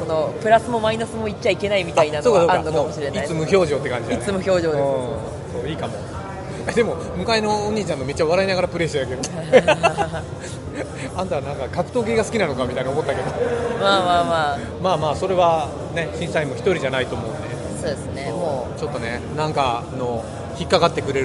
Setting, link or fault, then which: setting, busy venue